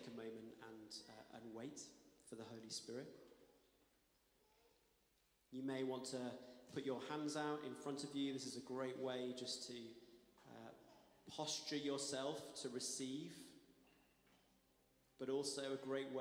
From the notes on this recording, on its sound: Streamed live at St Paul's Shadwell on Sunday, 28 May 2023.